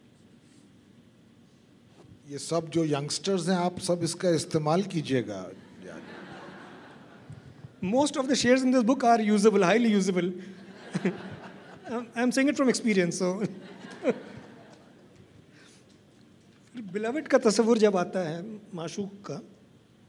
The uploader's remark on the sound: This is a live session from Jaipur Lit Fest 2022.